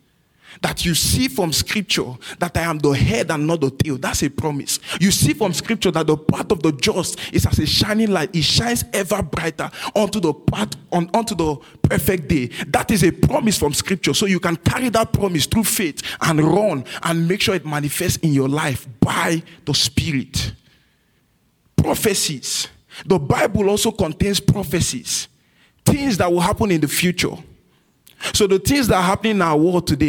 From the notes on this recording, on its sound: This message was recorded at New Covenant Church on April 16, 2023 in our night service.